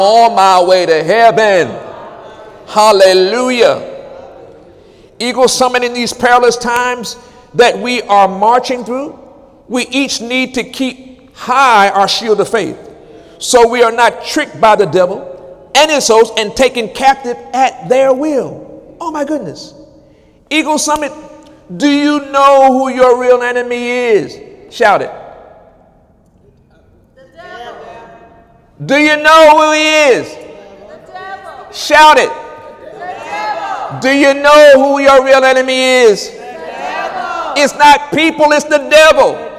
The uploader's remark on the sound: During Wednesday night service on August 30, 2017